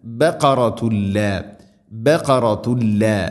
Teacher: ബഖറത്തുൻ, ബഖ ഖാഫാണ്, ബഖറത്തുൻ ഖ, ബഖറത്ത് അല്ല, ബഖറത്തുല്ല, ബഖറത്തുൻ തൻവീന് ശേഷം ലാമ്, ഇദ്ഗാം ബിലാ ഗുന്ന